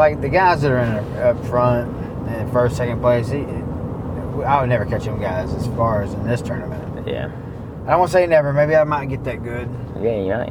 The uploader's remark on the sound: Catching Up in the Truck. We had a short pod in the truck heading to work.